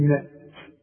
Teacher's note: نأت إذا وقفت، التاء لا تقلقل، وده مش وقف، وطلع شوية هوا كده علشان تطلع التاء، لأن التاء من حروف الهمس